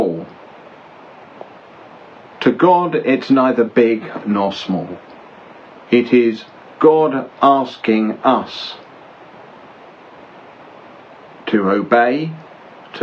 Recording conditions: background noise